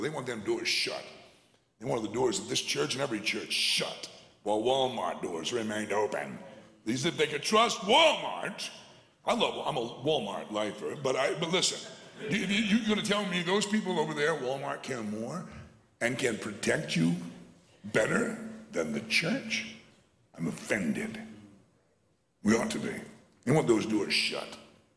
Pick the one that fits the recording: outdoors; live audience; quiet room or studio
live audience